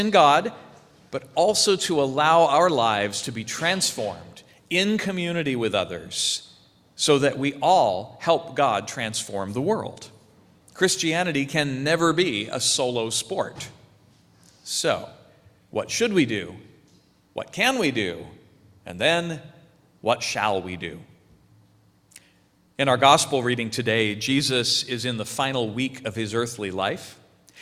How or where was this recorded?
large echoing room